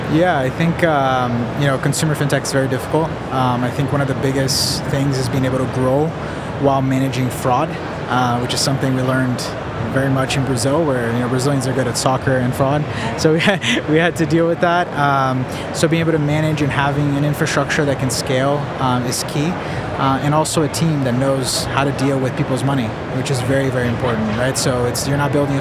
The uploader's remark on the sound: The fourth and final episode recorded at Money20/20 USA. The event took place at The Venetian, Las Vegas. We recorded a series of interviews from the Instnt's booth with a number of the speakers and attendees at the event.